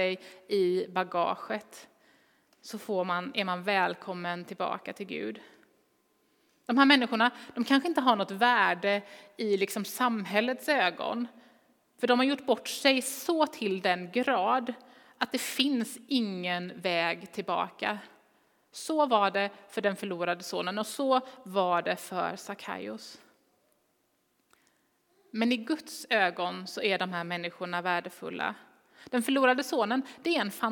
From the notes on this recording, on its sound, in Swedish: Inspelning från Immanuelskyrkan Skövde.